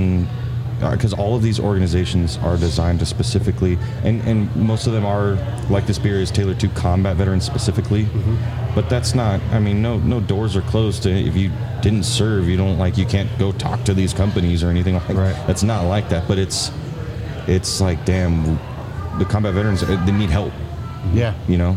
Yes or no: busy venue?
yes